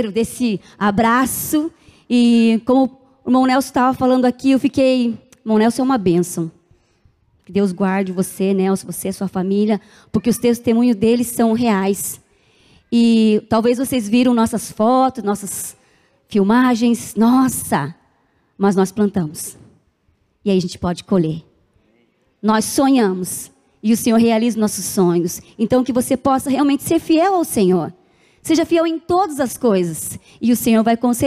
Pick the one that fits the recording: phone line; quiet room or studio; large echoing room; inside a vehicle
large echoing room